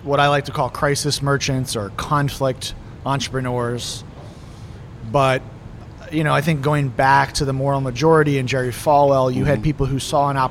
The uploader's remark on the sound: This conversation was recorded on June 26, 2023 at The Roost food hall on Capitol Hill.